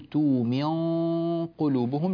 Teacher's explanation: أيضا ننبه إلى تفخيم الغنة قبل القاف في قوله تعالى ولم تؤمن قلوبهم، تؤمن قلوبهم، لاحظوا أن النون هنا النون الساكنة جاء بعدها حرف القاف، وبالتالي حكمها الإخفاء، فماذا نفعل في هذا الإخفاء؟ لابد أن نخفي النون عند القاف، لكننا نفخم هنا الغنة فنقول تؤمن قلوبهم، لأن الغنة تتبع ما بعدها تفخيما وترقيقا.